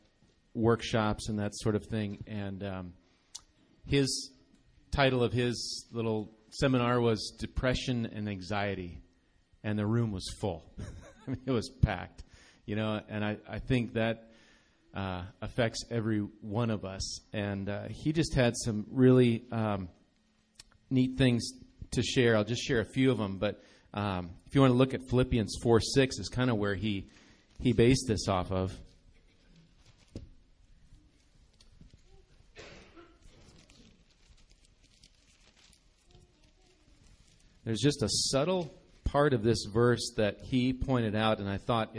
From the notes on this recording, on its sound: Recorded live at Bethany Bible Church.